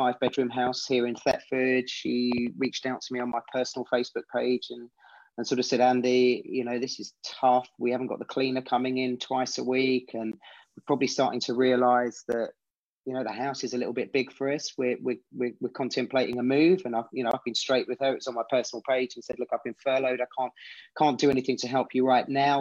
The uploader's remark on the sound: we are doing our first ever Zoom Facebook Live from our own locations in the UK